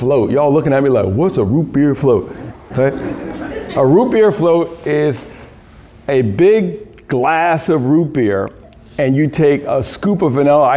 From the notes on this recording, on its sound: excerpt from a Key Note delivered at a Food Justice Symposium, March 30, 2019, Phillips Academy Andover, Massachusetts